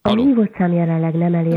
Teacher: Nem tudjuk kideríteni, ki a hang, aki mondja, hogy a hívott szám jelenleg nem elérhető. De kicsit ilyen nazális, ilyen orrhangon mondja.